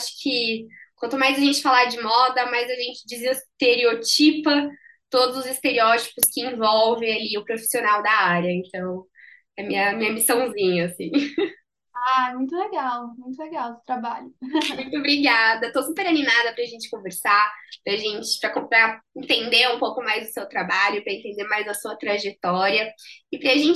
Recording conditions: video call